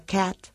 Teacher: Y el nombre, bueno, digamos gracioso que tiene, se debe a la forma en la que ponemos la boca cuando la pronunciamos. Esa A de cat empieza su articulación como una A y termina como una E. · Term: A sonriente